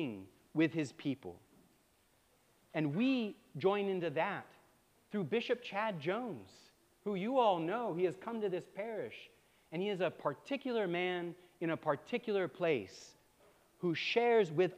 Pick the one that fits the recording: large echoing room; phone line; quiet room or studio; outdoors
large echoing room